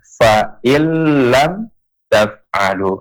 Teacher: Ya, tapi di tulisan fa'in lam, tapi ketika pelafalan nun itu menjadi hilang. Melebur dia, tapi enggak pakai dengung.